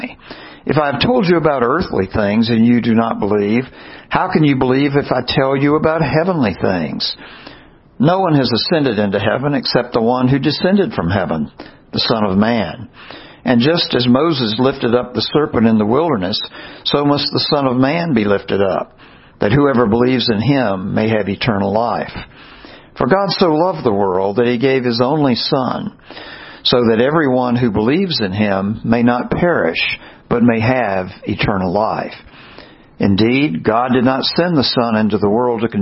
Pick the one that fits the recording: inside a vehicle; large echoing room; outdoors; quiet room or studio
large echoing room